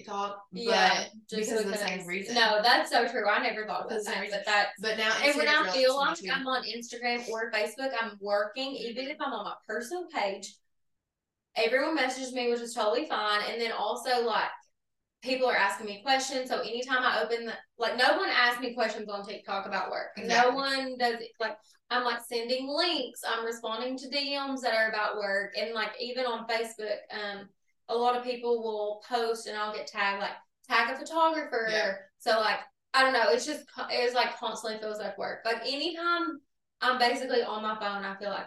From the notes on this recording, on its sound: The sound is not great on this episode bc we only had one mic and placed it in the middle :/ that didn't really work lol.